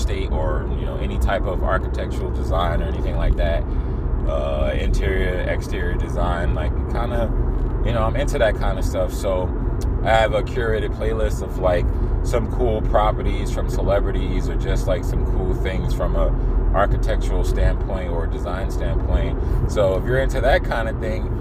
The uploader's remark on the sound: I recorded this in my car so please disregard any annoying background noise.